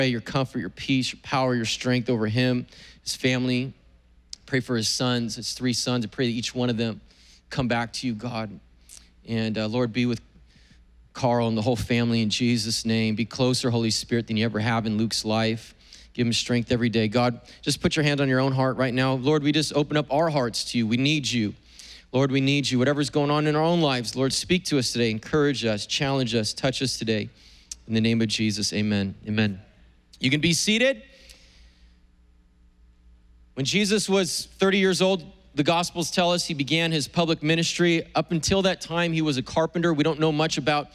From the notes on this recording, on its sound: was preached on April 25th at the 10AM service.